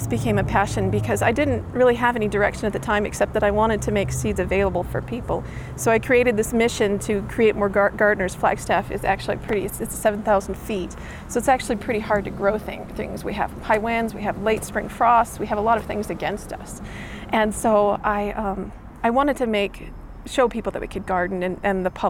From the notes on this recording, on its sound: This Seed Story was recorded during the SeedBroadcast Seed Story Workshop at the Mountain West Seed Summit in Santa Fe, NM.